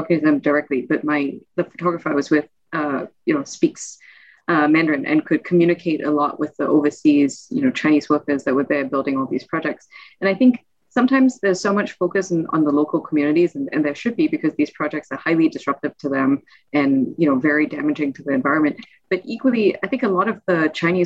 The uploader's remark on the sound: This special episode is the recording of the SOPA media insider webinar